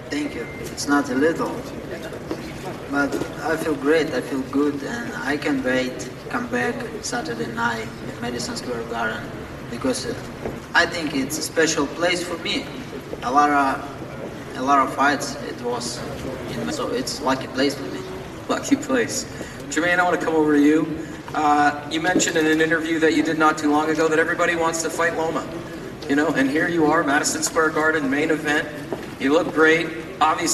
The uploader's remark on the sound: Final Press Conference. The Hulu Theater at Madison Square Garden on ESPN+.